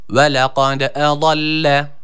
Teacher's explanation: dal harfimizde sakin olduğu için kaidemiz gereği kalkale yapmamız gerekiyor